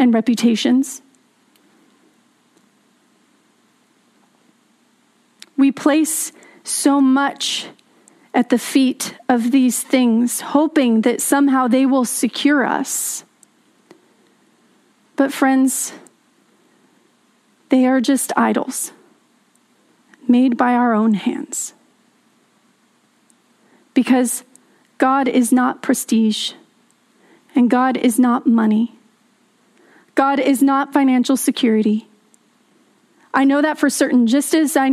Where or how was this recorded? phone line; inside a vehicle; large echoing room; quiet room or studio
large echoing room